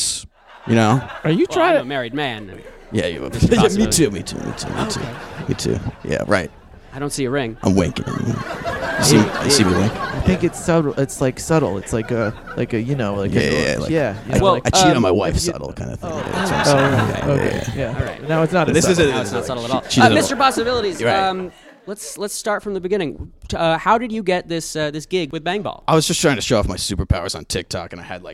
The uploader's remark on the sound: Recorded at Improv Asylum in Boston Massachusetts.